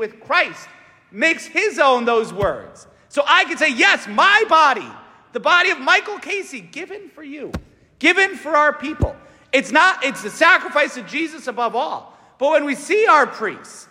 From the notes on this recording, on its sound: St Francis Catholic parish homily